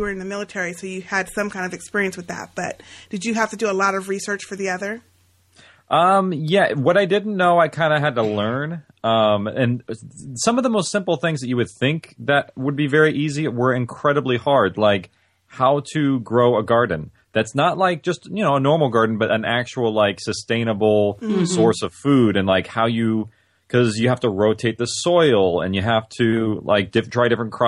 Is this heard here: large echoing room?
no